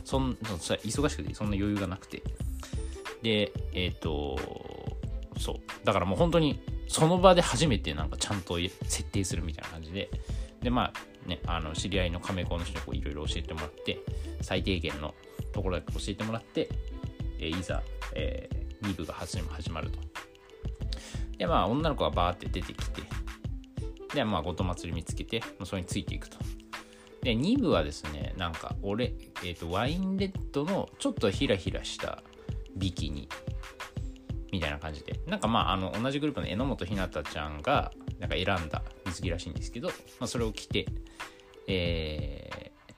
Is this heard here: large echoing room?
no